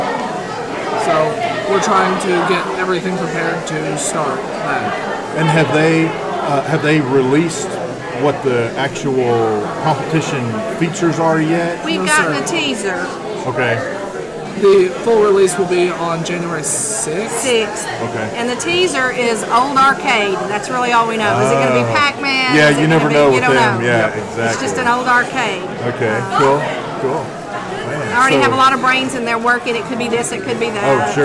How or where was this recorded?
busy venue